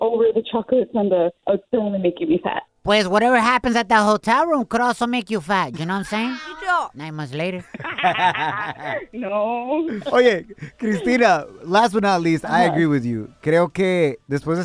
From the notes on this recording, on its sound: We opened up the phone lines. A listener asks for his wife's forgiveness on air.